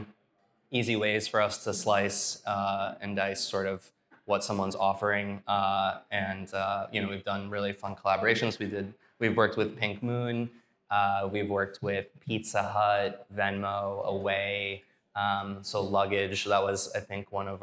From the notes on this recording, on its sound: Hosted at the Shopify NY space in Soho, NYC